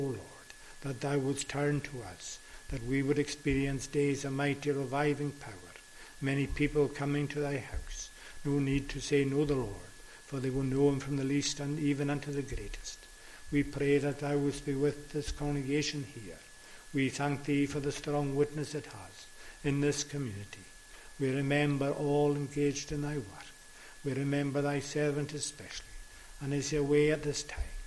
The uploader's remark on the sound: Recorded at North Harris Free Church on the morning of Sunday 10th July 2022.